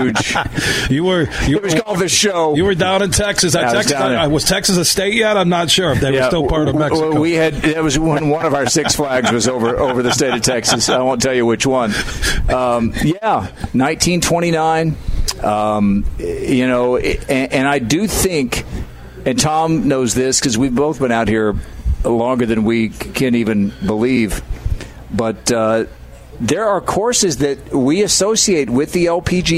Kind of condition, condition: setting, busy venue